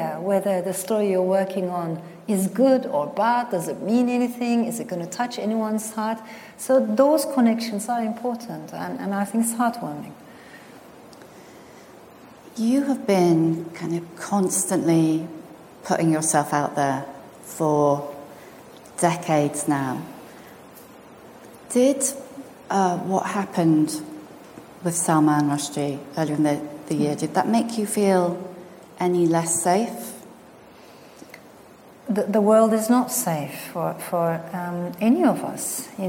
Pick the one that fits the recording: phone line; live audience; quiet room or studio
live audience